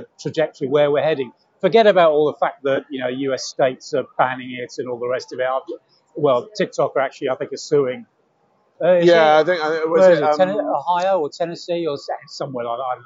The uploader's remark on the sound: at the Internet Retailing Conference